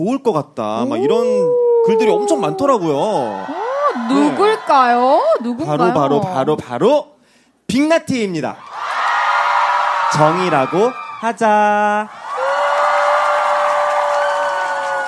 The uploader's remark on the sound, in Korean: 특집 공개방송 '봄도 오고 그래서'